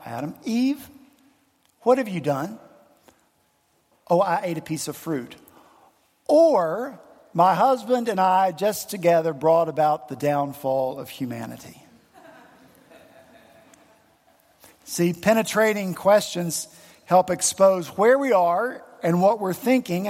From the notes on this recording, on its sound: at Redeemer Presbyterian Church in Charleston, SC